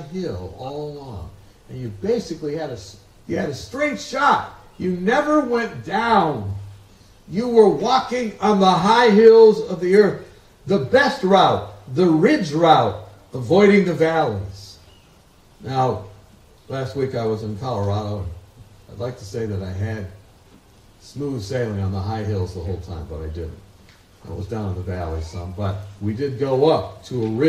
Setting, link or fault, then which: setting, outdoors